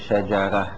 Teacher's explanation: إذا أردنا أن نقف مثلا على كلمة شجرة ماذا نقول؟ نقول شجرة، نبدلها إلى هاء